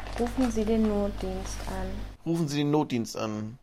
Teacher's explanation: Dann haben wir in der Stimmqualität Veränderungen, wie zum Beispiel häufig eine behauchtere Stimme, wie auch eine eher nasale Stimme